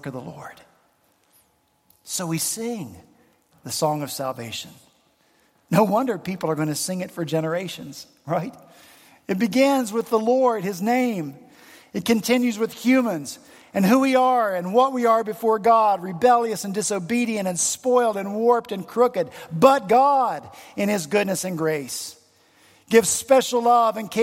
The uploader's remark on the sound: at Redeemer Presbyterian Church in Charleston, SC